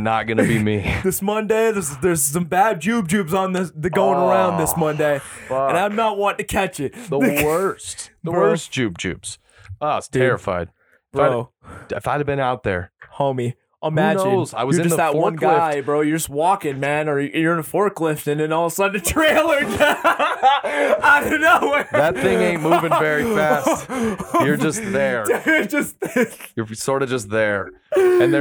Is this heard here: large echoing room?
no